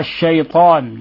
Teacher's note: لازم تفخم الطاء يا أخي، لأن الطاء هذه حرف إطباق وحرف استعلاء